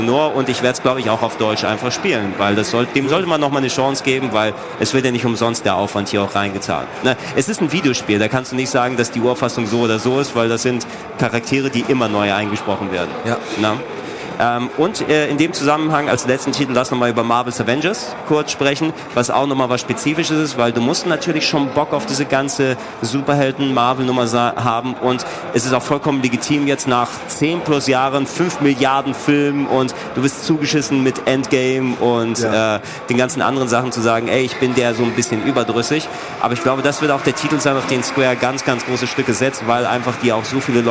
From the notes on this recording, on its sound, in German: Wir sind das erste Mal live! Von der Rocket Beans-Bühne in Halle 7.